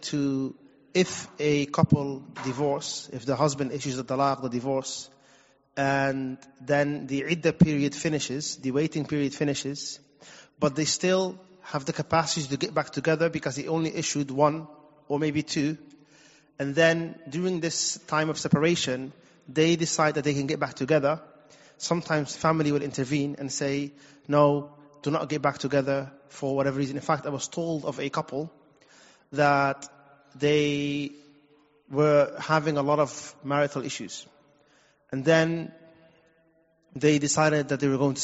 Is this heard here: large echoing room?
yes